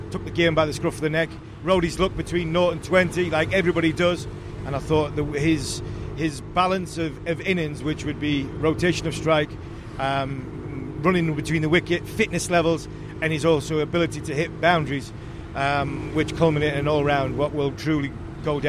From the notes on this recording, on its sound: Live from the back of a Tuk-Tuk. Hyderabad.